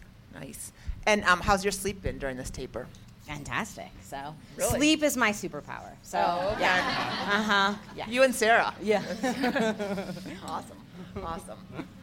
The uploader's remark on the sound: Live from Ogden, Utah. In this recorded-in-front-of-a-live-audience episode.